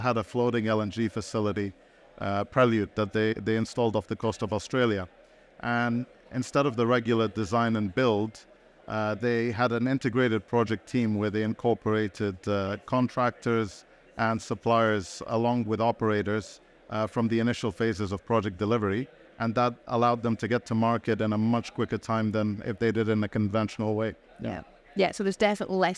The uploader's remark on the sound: Recorded live at ADIPEC 2023